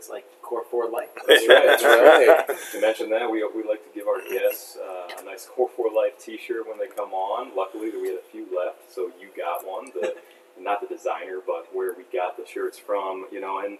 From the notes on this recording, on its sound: Didn't switch the mic again off of the laptop mic, so the quality of the recording is not up to Core4Life standards.